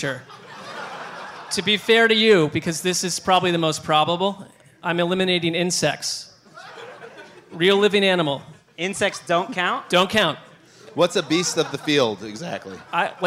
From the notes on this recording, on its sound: From the Curtain Club in London. Hang out with lucky fans at the Curtain Club in London. In front of an energetic crowd.